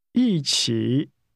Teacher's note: This is pronounced with falling and falling rising tones.